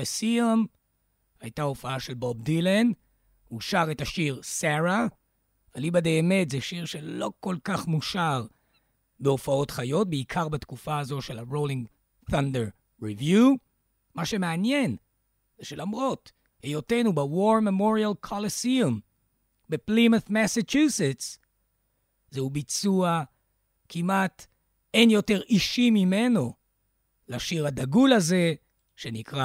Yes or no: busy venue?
no